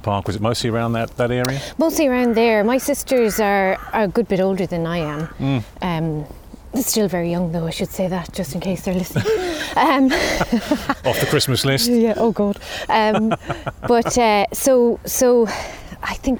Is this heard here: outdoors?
yes